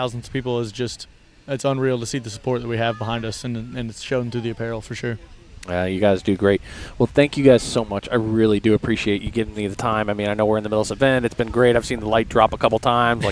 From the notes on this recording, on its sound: This recording was live at the beach while they were working. One of the fishing lights started to droop.